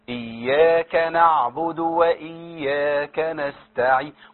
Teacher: كلها بابتسامة لأنها كلها مرققة